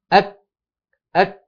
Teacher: تجد بأن ضيقا وإزعاجا حدث في منطقة أقصى اللسان التي هي منطقة مخرج الكاف، أك، بسبب كمال انغلاق المخرج وانحباس الهواء خلفه.